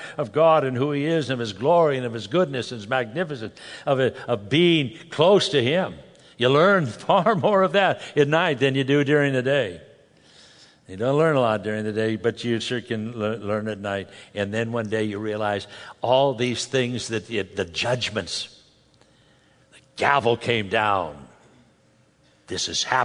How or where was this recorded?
live audience